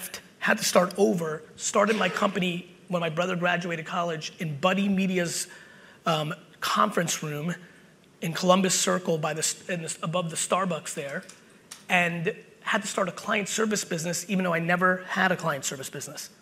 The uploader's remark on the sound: BUILD IT Keynote | New Jersey 2021. A throwback keynote I did in 2021!